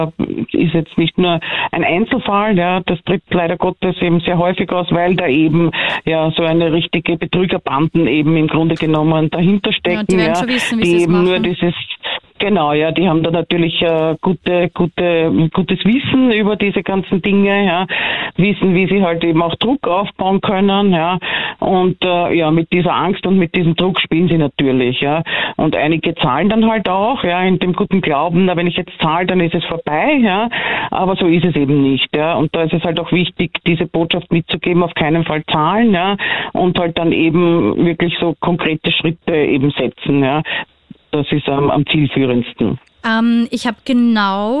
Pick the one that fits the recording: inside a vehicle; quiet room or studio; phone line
phone line